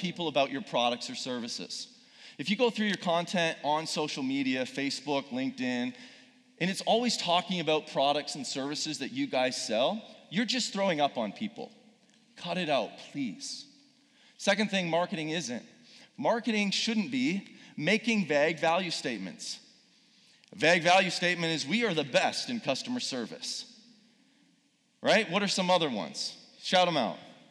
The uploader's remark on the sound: Speaking in front of a live audience at Purpose Summit 2019.